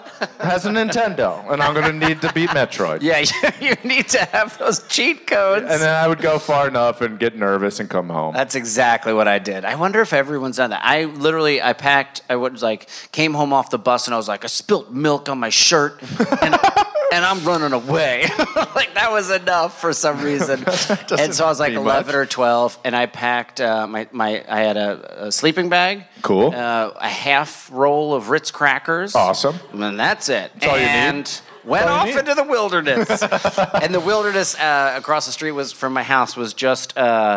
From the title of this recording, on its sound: Live From Asbury Park